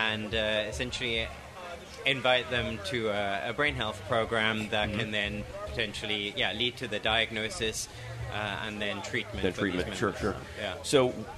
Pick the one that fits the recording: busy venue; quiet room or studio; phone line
busy venue